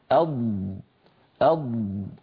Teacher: أيضا الضاد محصور صوتها بين قبة الحنك واللسان